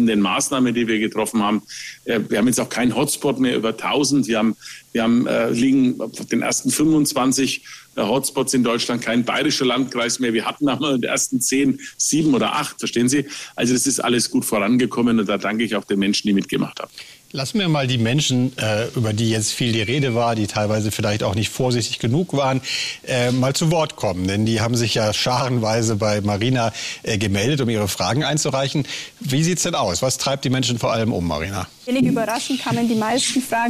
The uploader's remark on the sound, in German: Podcast zur Veranstaltung "Augsburger Allgemeine Live"